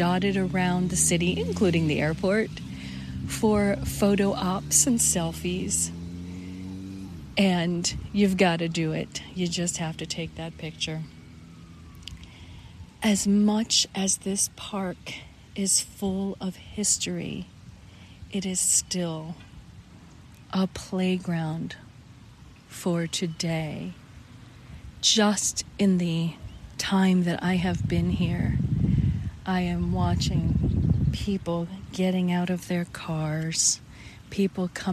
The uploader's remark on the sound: LIVE from Edgewater Beach Park, Cleveland, Ohio. This is a special on location Walk and Talk of our Mindfulness Summer Tour 2022.